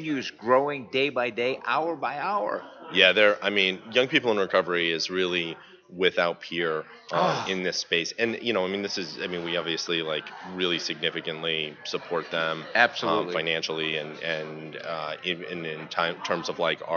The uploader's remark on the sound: At The 3rd Annual North Texas Recover Conference 2015.